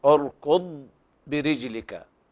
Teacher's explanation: الضاد ساكنة ليس فيها قلقلة